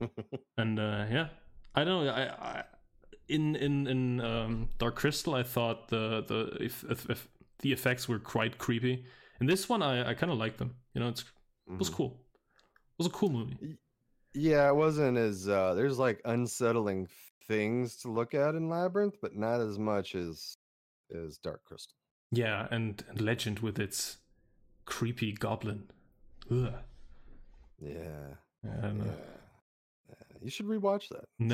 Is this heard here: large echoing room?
no